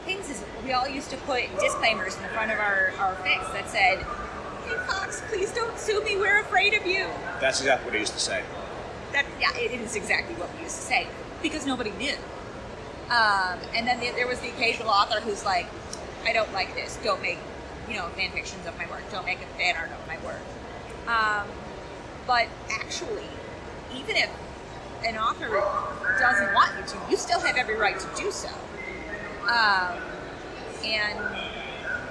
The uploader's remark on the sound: Recorded live at FanExpo Chicago.